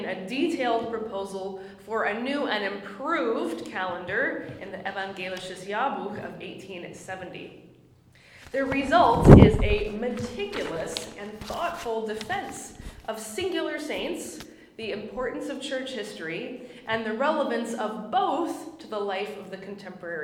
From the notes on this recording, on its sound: My lecture at the Parkville Plus seminar hosted by Australian Lutheran College in Adelaide, South Australia